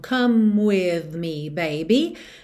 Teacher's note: Eu já junto no M do come o W do with, porque o E do come não é pronunciado.